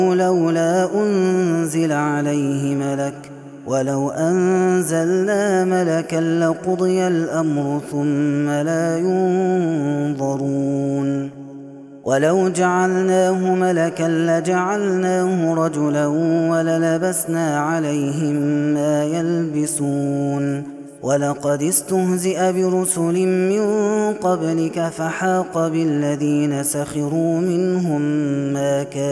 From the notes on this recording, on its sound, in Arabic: هذا التسجيل من صلاة التراويح. Ramadan 2021.